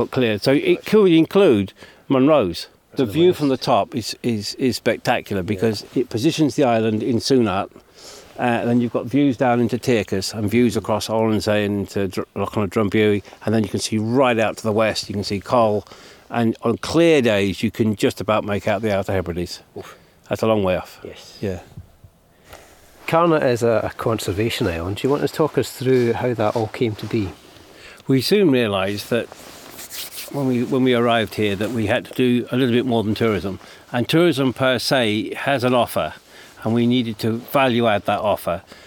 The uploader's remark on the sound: Out and about in one of Scotland's wildest regions. In this episode, we delve deeper into the West Highland Peninsulas for a chilly splash in Loch Sunart and a trip to the uninhabited conservation Isle of Carna.